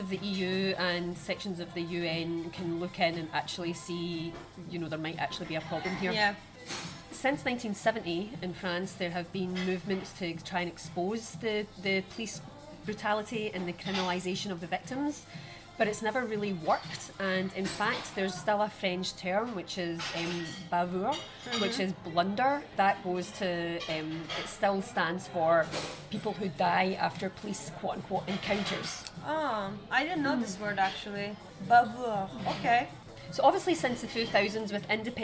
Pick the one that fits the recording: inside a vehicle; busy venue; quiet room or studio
busy venue